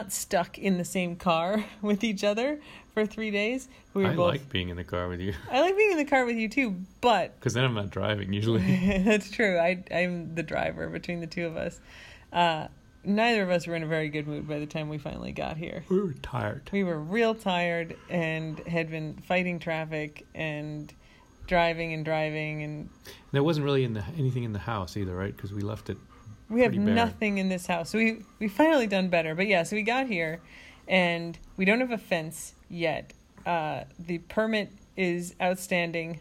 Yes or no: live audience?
no